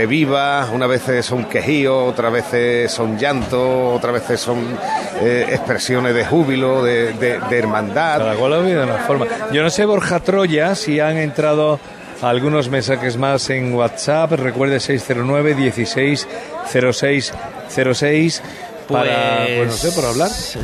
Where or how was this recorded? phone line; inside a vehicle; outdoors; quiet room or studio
outdoors